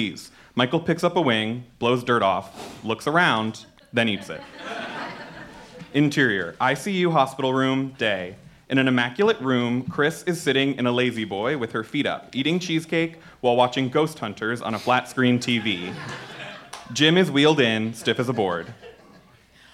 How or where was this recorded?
live audience